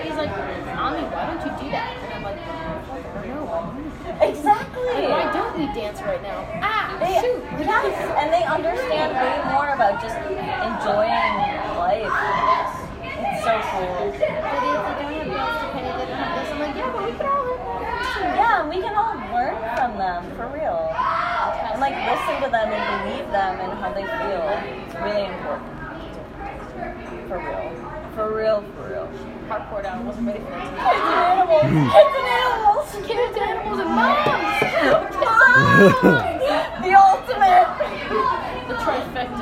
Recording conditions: busy venue